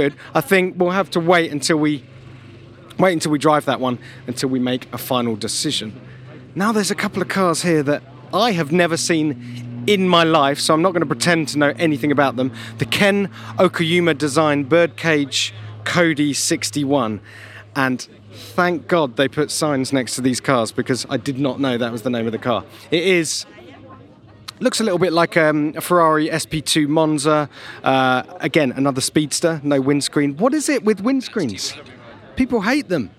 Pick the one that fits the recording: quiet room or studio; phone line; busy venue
busy venue